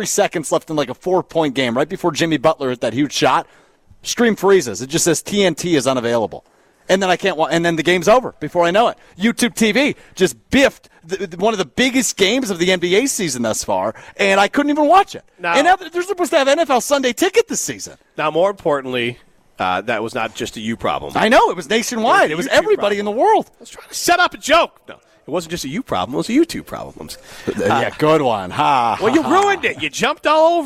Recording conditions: busy venue